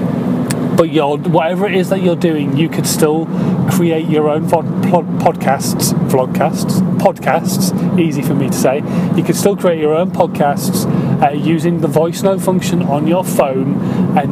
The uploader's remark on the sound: In My Car